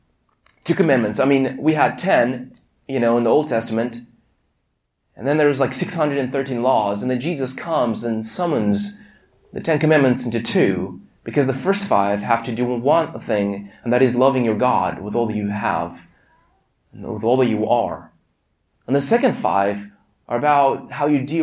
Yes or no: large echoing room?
yes